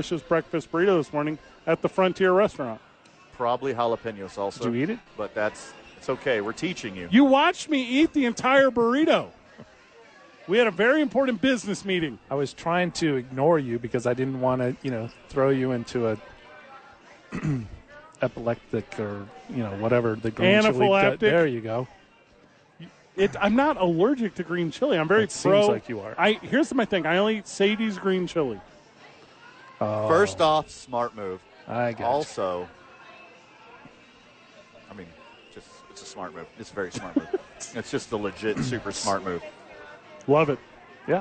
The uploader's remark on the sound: Live from Santa Fe Brewing.